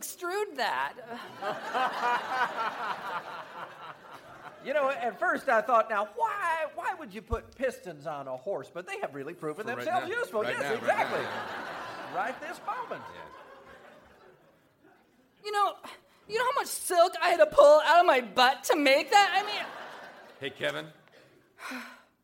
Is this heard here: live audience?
yes